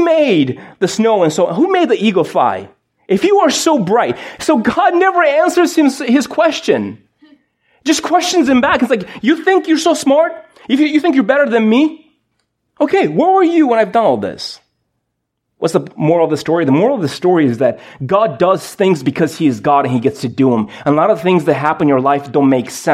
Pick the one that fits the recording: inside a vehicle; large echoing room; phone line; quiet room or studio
large echoing room